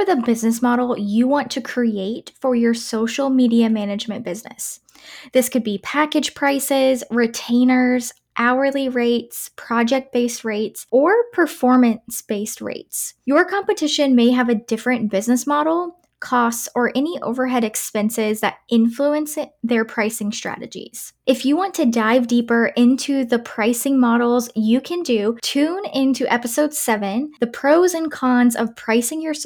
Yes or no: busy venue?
no